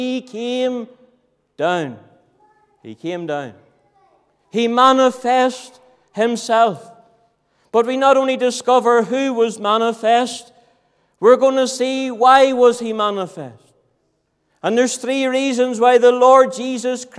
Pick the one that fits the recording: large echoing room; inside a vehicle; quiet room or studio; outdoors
large echoing room